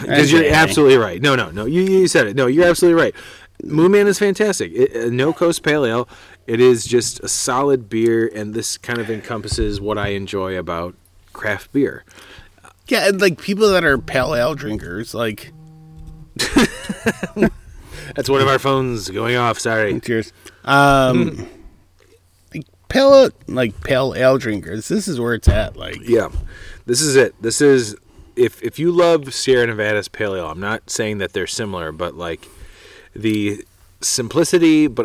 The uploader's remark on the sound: Sip one some beers in nature. While camping in Washington Island Wisconsin, they decided to crack open a few in the great outdoors.